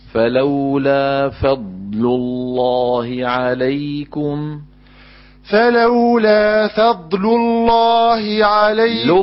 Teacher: فاء مرققة ضاد مفخمة لام لو مرققة لله مفخمة